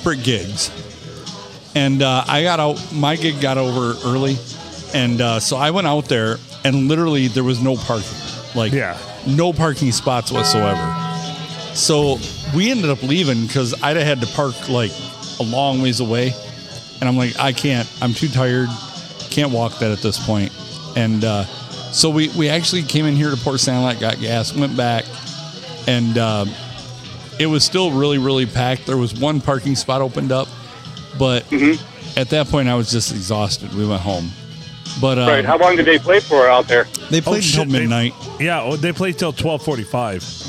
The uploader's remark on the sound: Recorded in front of a live audience shooting pool at the Blue on a Sunday.